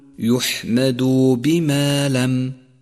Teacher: احذر من بتر حرف الواو في كلمة يحمد في حالة الوصل، فهو خطأ شائع، أي هكذا يحمد بما لم يحمد بما لم، هذا خطأ، وصوابه أن تقول يحمد بما لم، فحاذر من بتر حرف الواو.